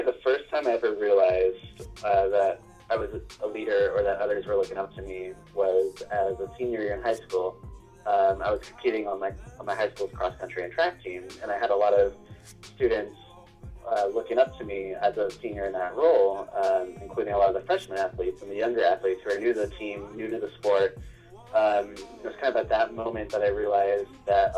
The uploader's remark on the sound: Our first over the phone interview!